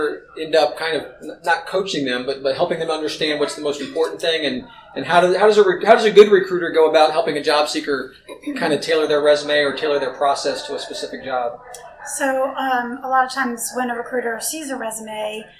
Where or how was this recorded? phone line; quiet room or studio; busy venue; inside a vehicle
busy venue